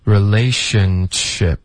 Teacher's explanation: 因为前面的音，你的舌尖得顶上颚，连发到后面的摩擦音呢，就导致一个爆破